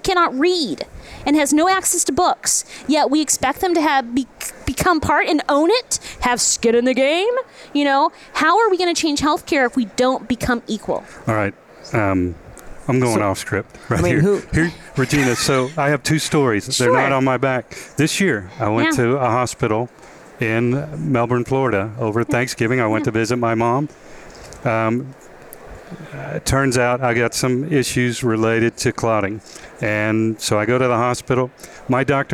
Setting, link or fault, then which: setting, busy venue